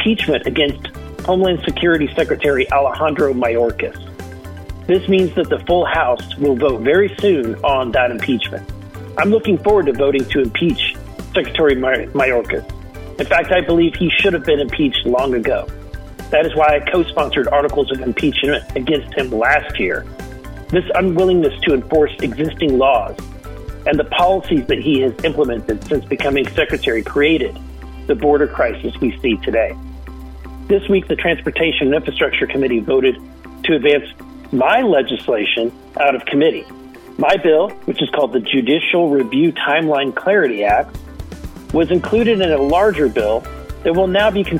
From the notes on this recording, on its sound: called in from Washington DC